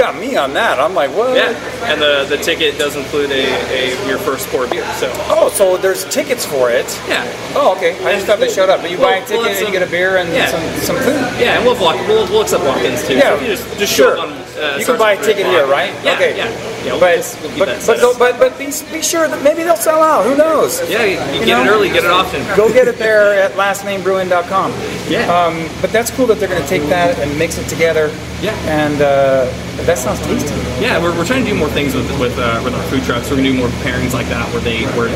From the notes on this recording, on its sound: while enjoying their beers at the brewery